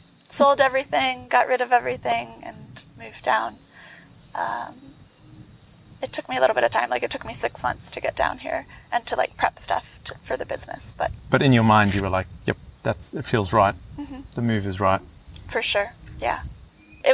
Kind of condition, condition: setting, outdoors